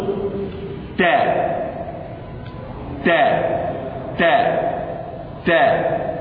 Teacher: من طرف اللسان مع منابت الثنايا العليا